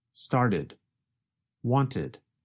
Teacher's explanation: you can hear the extra syllable id